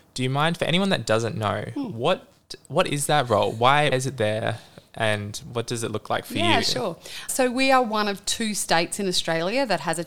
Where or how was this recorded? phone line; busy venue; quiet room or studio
busy venue